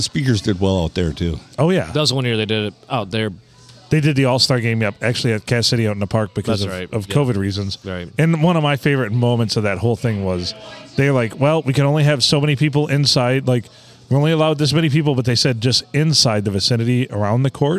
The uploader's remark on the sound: we record on a Monday from Bench Warmers in Sandusky